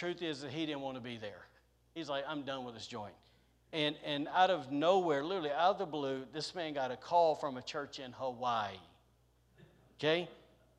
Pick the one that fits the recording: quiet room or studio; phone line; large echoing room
large echoing room